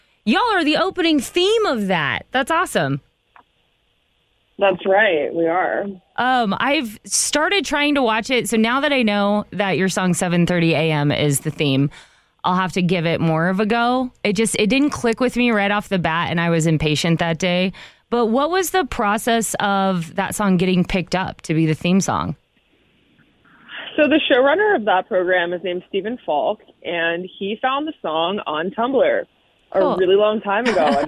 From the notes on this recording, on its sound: called in to chat